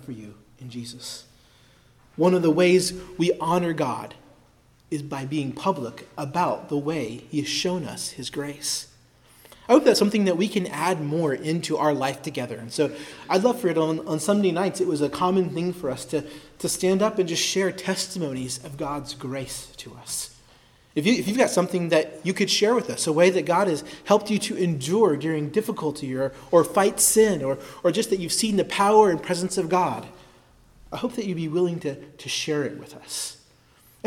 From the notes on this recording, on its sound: preached at Christ Our Savior Baptist Church on Sunday, March 19, 2023